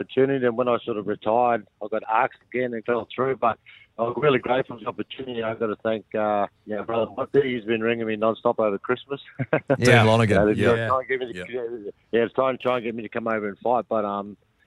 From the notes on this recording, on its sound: Today we were joined on the phone